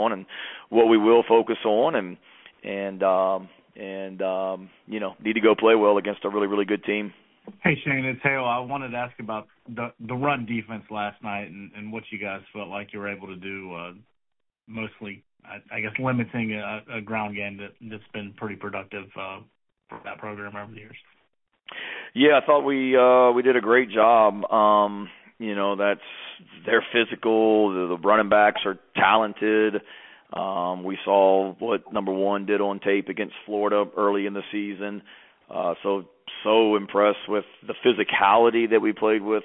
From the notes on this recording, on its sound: Sunday night conference call